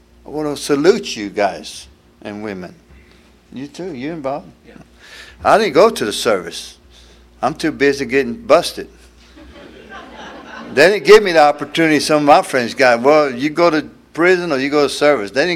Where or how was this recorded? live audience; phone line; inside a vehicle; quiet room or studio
live audience